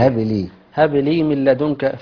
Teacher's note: أن القلقلة على قول المحققين من أهل العلم تمال إلى الفتحة فتح. ميلا خفيفا وبعض الناس يجعلها كفتحة، كفتحة، يقول ربي هب لي من لدنك هبل.